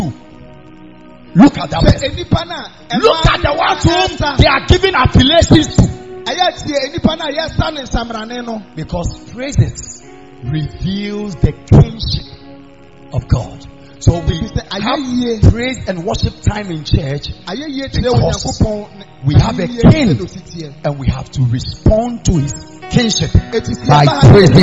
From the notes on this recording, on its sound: Preached At The Miracle Arena